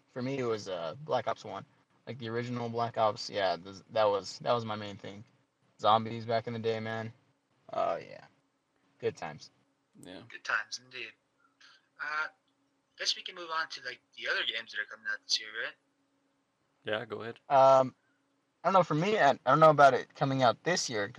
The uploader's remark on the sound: The Snow Is Freezing My Internet. As we encounter technical difficulties, one after another.